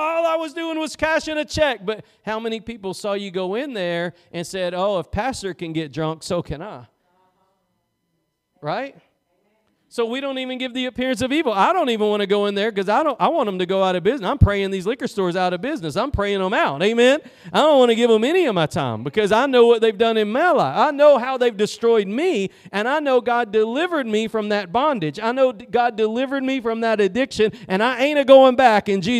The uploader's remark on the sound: Preached at Gospel Lighthouse in Bossier City, La.